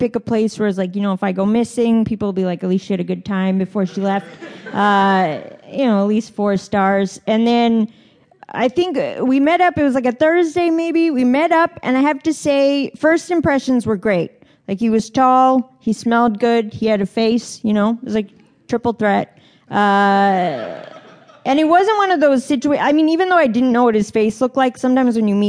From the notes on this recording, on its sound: A live audience at the Just for Laughs Festival in Montreal was privileged with a very special live version.